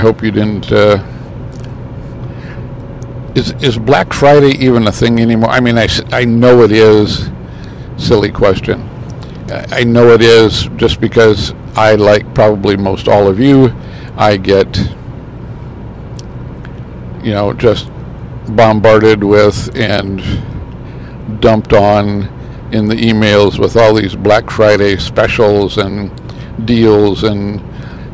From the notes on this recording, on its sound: Some thoughts while driving to Ashland, Wisconsin on this Thanksgiving Holiday Weekend.